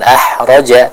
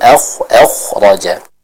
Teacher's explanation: pada huruf kho dijelaskan pengucapannya dari tenggorokan bagian atas · Shown in: second take